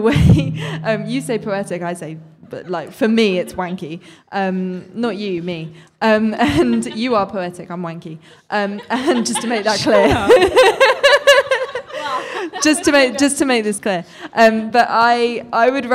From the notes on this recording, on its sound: Live event recording with guests. We hosted our first ever event and did our first ever live podcast recording.